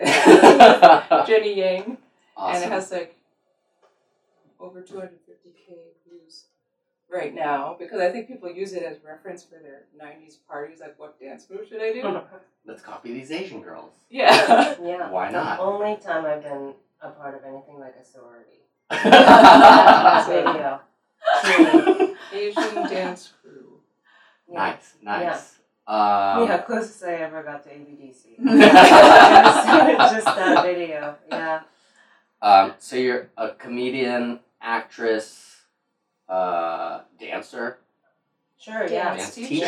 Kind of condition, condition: fault, poor sound quality